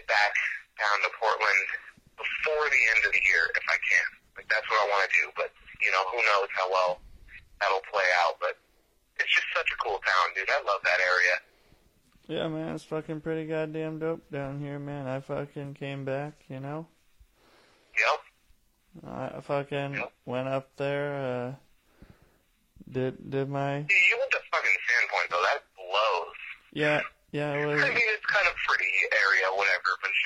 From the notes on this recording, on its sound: This is a call in from Spokane Washington.